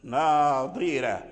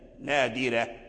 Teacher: تنطق بالضاد مكسورا تحافظ على تفخيمه حتى لا يرجع دالا · Shown in: first take